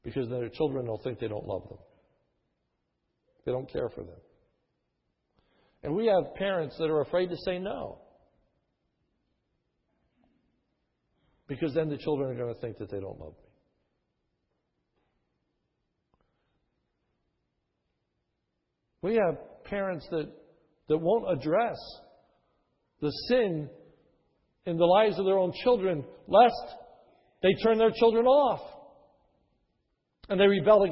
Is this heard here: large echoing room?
yes